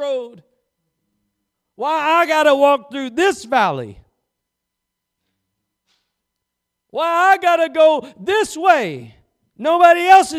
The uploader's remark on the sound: Preached at Gospel Lighthouse in Bossier City, La.